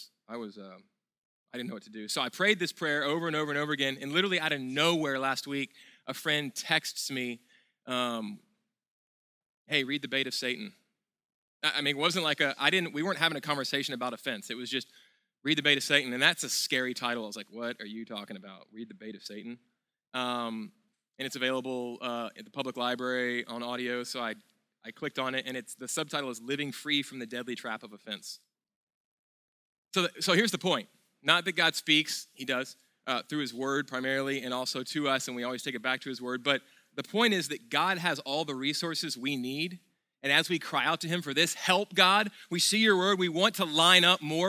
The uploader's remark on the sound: at Sojourn Galleria Church